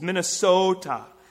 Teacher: Listen to those long vowels, the way he says his A's and his O's